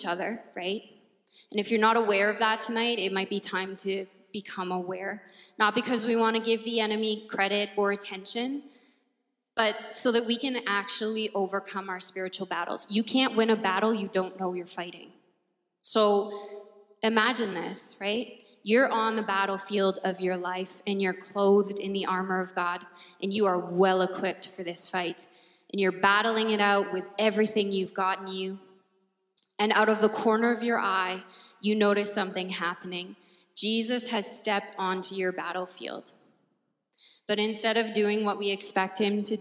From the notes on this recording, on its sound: At our Edmonton Gathering in December 2022 at Gateway Alliance Church.